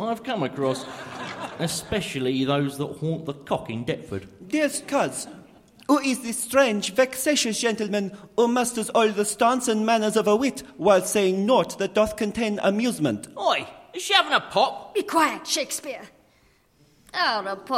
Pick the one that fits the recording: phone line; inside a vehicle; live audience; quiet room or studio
live audience